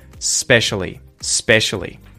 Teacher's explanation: When we say the word specially, we obviously don't lengthen the S that much, but we would say just the S sound, no vowel